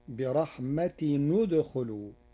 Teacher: قرأ ورش برحمة ندخلوا بضم التنوين وصلا لضم ثالث الفعل وهو الخاء